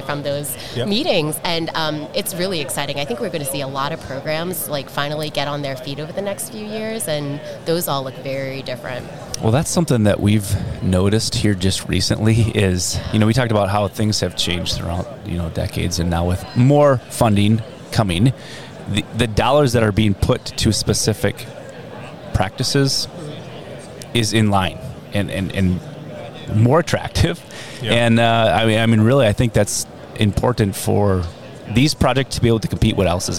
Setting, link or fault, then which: setting, busy venue